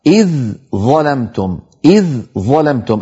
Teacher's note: طبعا نحن نعلم بأن الذال والظاء من المخرج نفسه، وكذلك معهم الثاء، فلما يأتي نحو قوله تعالى إذ ظلمتم، إذ ظلمتم، الذال مرققة والظاء مفخمة